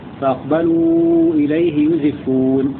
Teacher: قرأ حمزة بضم الياء